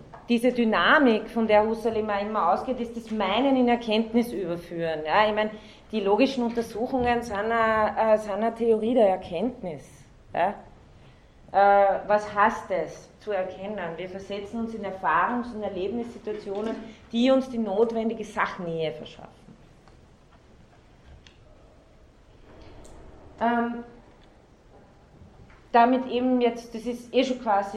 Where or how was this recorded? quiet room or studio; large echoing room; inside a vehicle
large echoing room